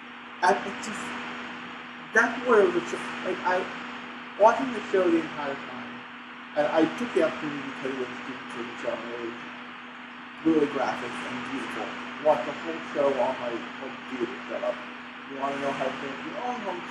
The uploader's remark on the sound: Sorry about the audio quality I did my best.